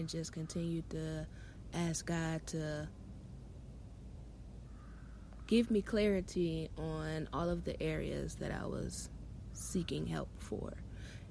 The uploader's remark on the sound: Sorry for the background noises, that’s what happens when you live near base!